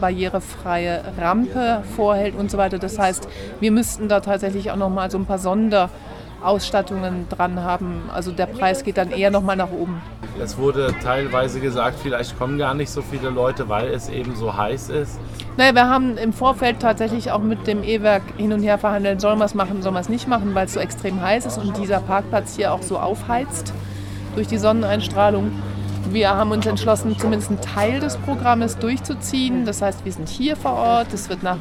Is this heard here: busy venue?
yes